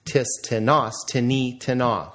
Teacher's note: The indefinite has the accent on the second syllable or no accent at all.